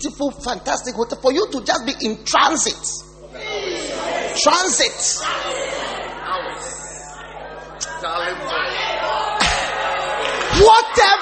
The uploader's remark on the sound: Preached at the Wisdom Impartation Service